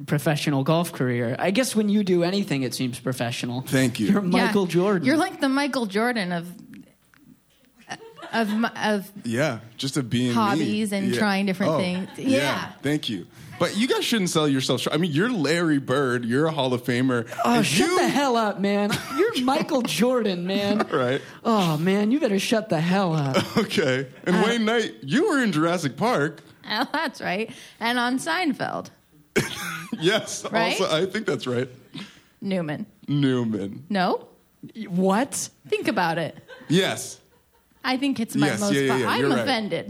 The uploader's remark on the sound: LIVE at Second City Hollywood 1/9/2020